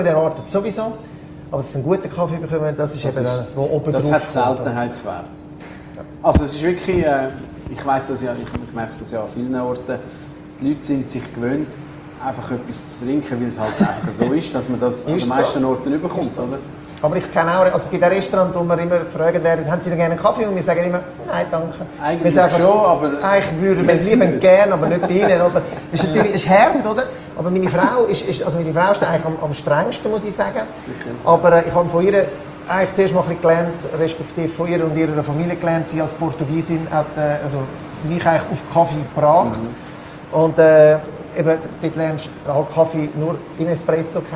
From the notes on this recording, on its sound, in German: Audio-Mitschnitt unserer monatlichen Live-Show direkt aus dem Barber Shop Einsiedeln